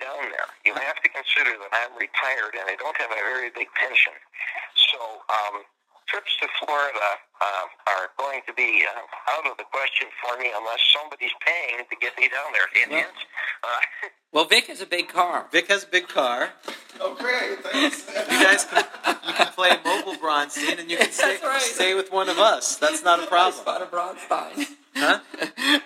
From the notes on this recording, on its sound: Live from Blackmoor Studios! Was on the phone and we were in an open hallway so the audio is not as great as we would have liked.